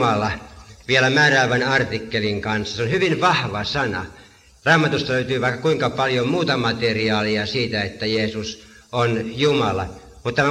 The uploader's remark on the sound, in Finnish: äänitetty Helsingissä Sanan kulmassa 1983